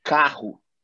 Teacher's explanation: if it's a double R, it goes back to H, like huh. Like for example, carro.